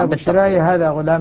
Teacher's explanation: بتقليل الألف مع إثبات الياء